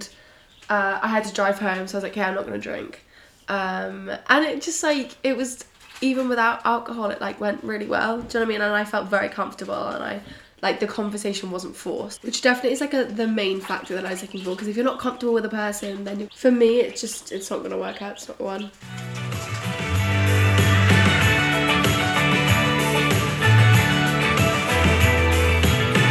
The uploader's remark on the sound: I am so sorry about the sound of the chicks in the background!!